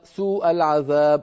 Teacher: لو واحد قال سوء العذاب فلم يمد المتصل بترك زيادة المد في الواو